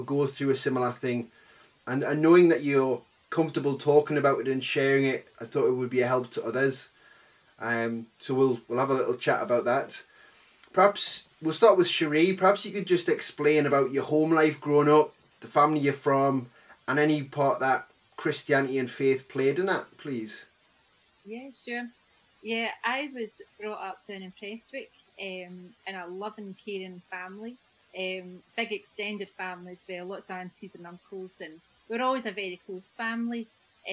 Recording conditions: poor sound quality